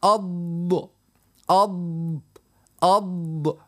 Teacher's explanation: ومن بعد نقوله يعني يمتد الصوت حتى يكشي ليوصل إلى أدناه، يعني إلى حافة اللسان إلى مخرج اللام ثم إلى حافة اللسان، والصوت يمتد ذاك علاش نقوله حرف رخوي، يعني هو جريان الصوت.